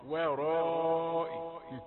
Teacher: واو رقيقة، الراء مفخمة، من وراء